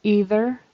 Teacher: There should be a voiced TH in the middle of either.